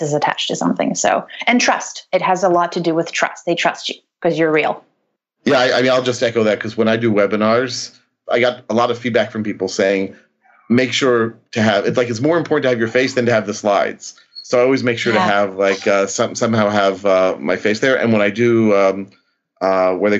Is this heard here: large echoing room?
no